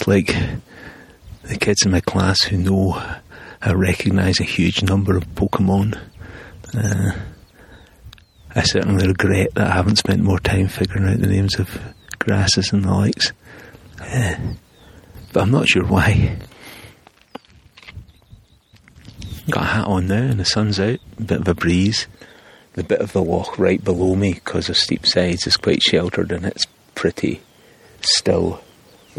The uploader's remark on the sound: Glen Douglas Walkcast. I also tried recording audio along the way to take some notes & record some thoughts.